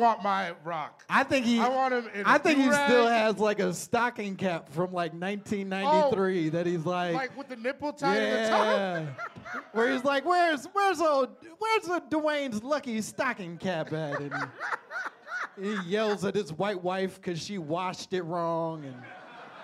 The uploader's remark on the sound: LIVE at The Elysian Theater! FIRST live show of the pod at The Elysian Theater in Los Angeles.